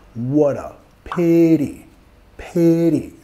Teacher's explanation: Vamos a vincular con la R suave de español.